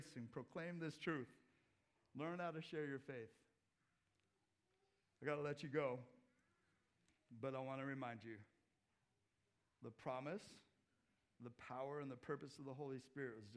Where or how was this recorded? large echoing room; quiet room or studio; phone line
large echoing room